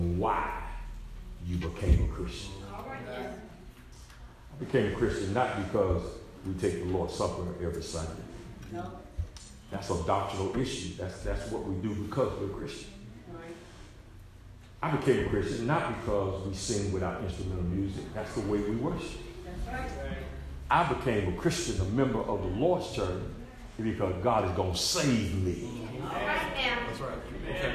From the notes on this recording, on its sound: SERMON PREACHED AT ARCOC